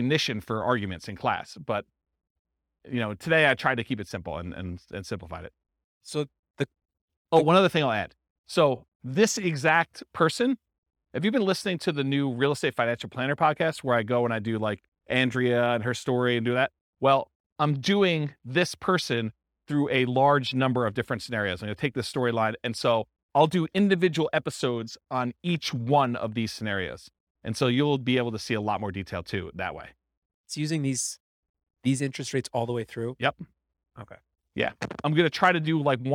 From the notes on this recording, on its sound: This was a live class recorded